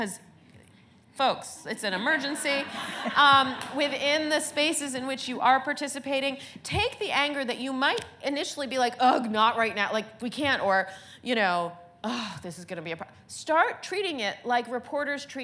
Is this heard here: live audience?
yes